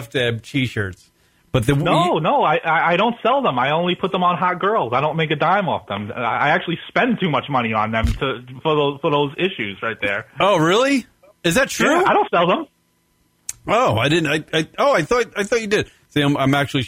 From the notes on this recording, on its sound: is joined on the phone